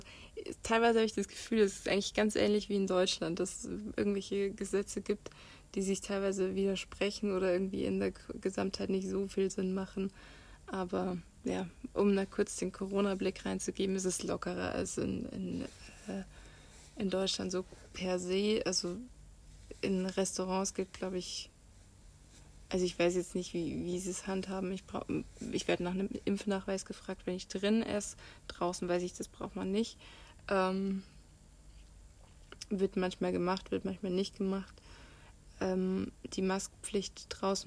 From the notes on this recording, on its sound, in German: Audio ist diesmal vom iPad, deswegen auch keine Hintergrundmusik, weil das zu dominant gewesen wäre.